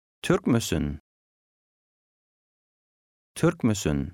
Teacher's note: The 2 words are pronounced like one and the stress is on the first syllable.